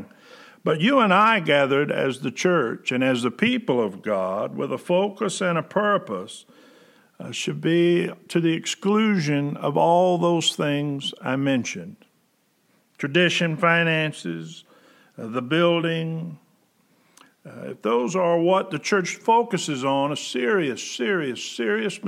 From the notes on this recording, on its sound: Preached August 30, 2020 at General Baptist Church God's House of Prayer in Fairborn, Ohio